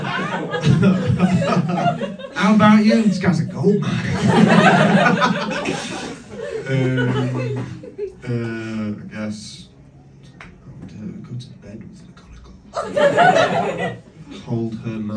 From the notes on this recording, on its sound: Recorded live in London.